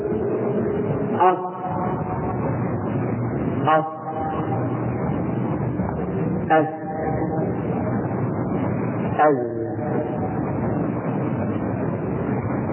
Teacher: طرف اللسان مع شويق الثنايا السفلى. ليس شويق يعني عبر عنها بكلمة شويق. · Term: حروف الصفير